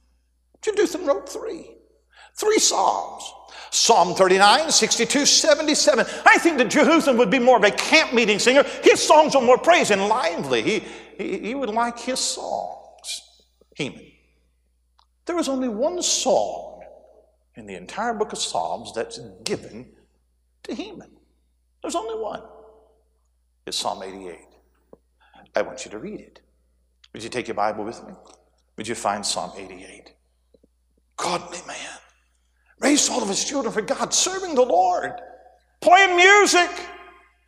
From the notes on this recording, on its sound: A sermon preached Wednesday Afternoon during our Spring Jubilee, on March 29, 2023.